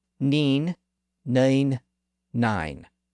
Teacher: If you try to mimic those pronunciations, you'll hear how the sound actually moves back and lower each time · Term: great vowel shift